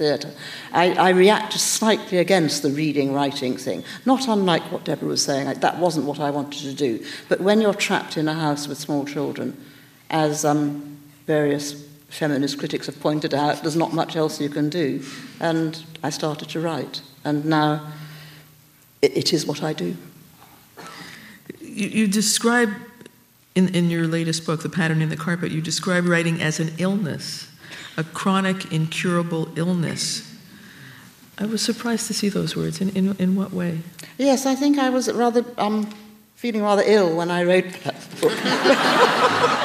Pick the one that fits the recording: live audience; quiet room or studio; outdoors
live audience